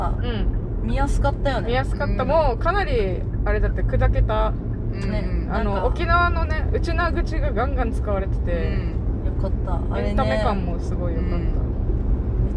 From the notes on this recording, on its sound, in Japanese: 狂言 を見に行った帰りにドライブ収録させていただいております。